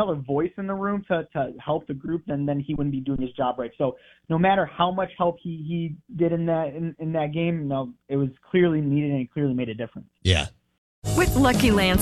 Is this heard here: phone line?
yes